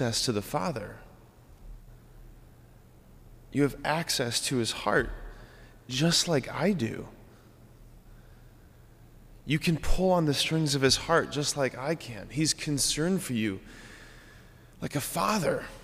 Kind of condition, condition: setting, large echoing room